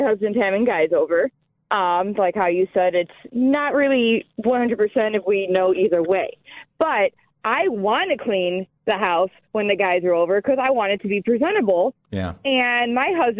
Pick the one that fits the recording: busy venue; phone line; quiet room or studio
phone line